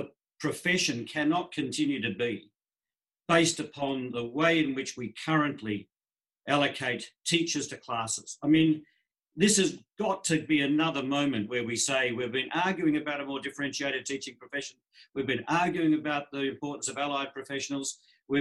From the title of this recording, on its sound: Webinar recording